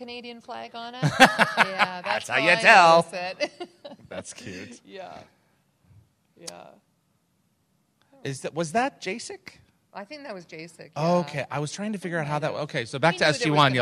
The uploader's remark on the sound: Please note, as this was a LIVE, on-site event with a slideshow presentation, this episode is not optimized for an audio podcast. LIVE from the Gatecon stage to take us through a slideshow.